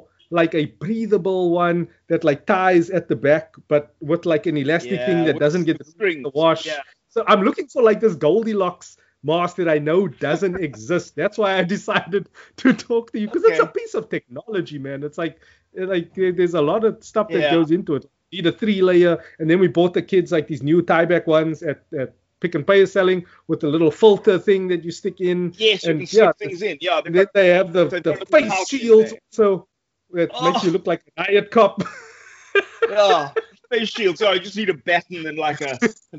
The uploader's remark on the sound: Recorded via Skype